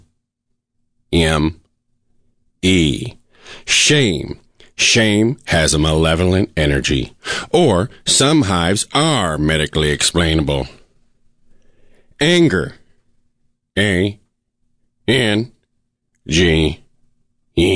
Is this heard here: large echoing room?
no